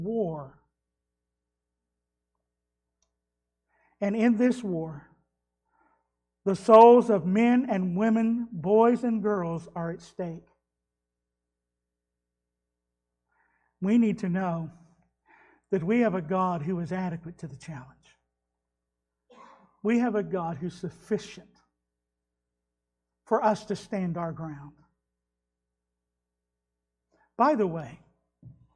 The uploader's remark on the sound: was delivered at Trinity Baptist Church on Sunday morning, June 6th, 2021.